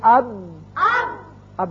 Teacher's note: ہونٹوں کا وہ حصہ جو تری والا حصہ ہے وہ ملنے سے با ادا ہوتا ہے